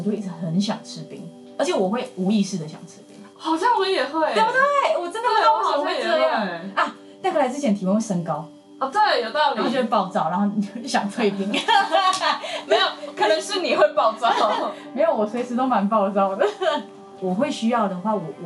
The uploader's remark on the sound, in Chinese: 本集收音有點小小的狀況，所以墊了音樂，但是有意外的聽覺效果。